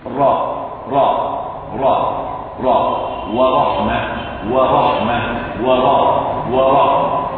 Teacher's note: كأن ارتعاد اللسان يأتي بأكثر من راء لكن الثانية لا تظهر · Term: التكرير